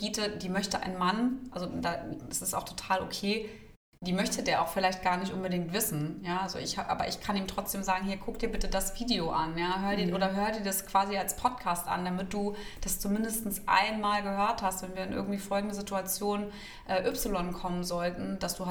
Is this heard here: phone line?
no